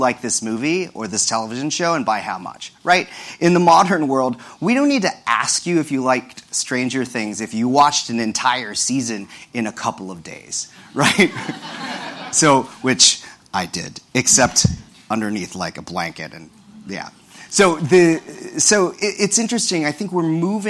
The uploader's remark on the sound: This discussion took place during #ProductCon NYC 2018, the biggest product management conference in the world!